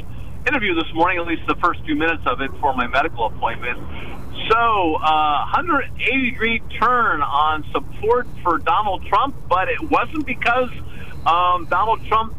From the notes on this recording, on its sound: Then open phones. Then host open phones.